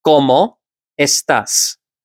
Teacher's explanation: when one word ends in a vowel and the next word starts with the vowel, those two vowels get blended